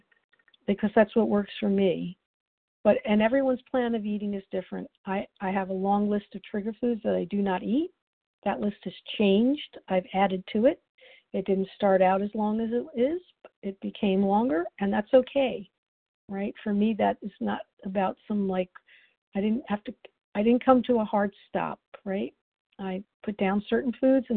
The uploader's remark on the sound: the 100 Pounders Phone Meeting